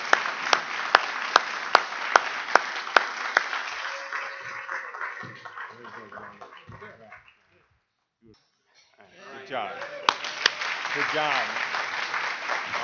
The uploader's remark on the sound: 2017 NAATP Awards Banquet. This is the Leadership Awards Banquet.